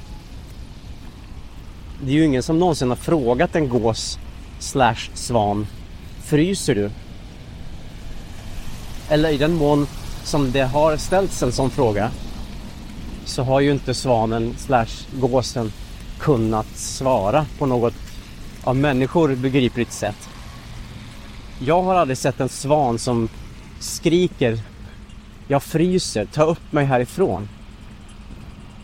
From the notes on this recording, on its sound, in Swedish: Detta är en personlig och avslappnad promenad genom Stockholms innerstad. Tillsammans med en del trafikljud. Inklusive Skeppsbron, Kungsträdgården och Strandvägen.